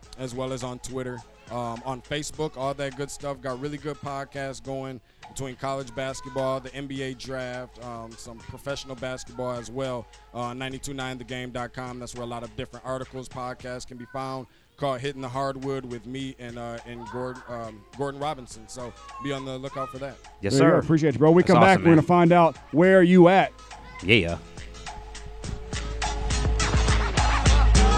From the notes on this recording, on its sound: we are LIVE from poolside